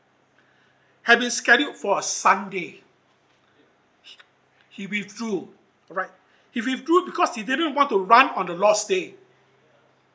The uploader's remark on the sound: Recorded Live/Sermon